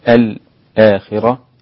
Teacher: كلمة الآخرة فيها السكت لحمزة طبعا بدون خلاف لخلاد وحمزة